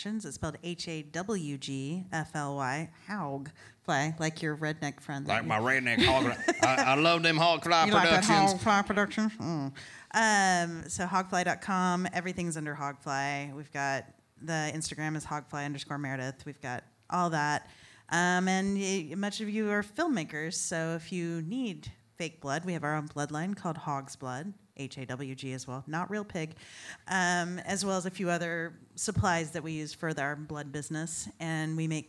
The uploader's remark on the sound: Talking Strange records Live at the Ethereal Horror Fest in Austin, Texas. Episode recorded in front of an audience.